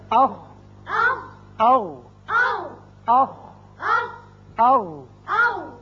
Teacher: اب تیسرا حصہ جو ہے حلق کا وہ ہے اقصى حلق، اوپر والا حلق، اس میں ہے اخ اغ اخ اغ. یعنی دونوں مخارج میں آواز حلق کے اوپر والے حصے میں جا کر رکی